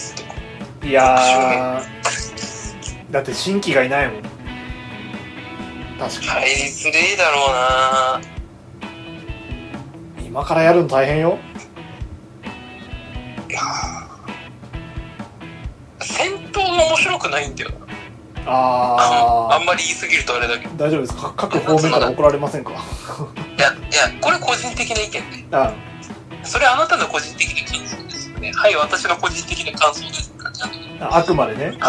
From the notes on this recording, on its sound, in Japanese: 録音機材：iPhone7。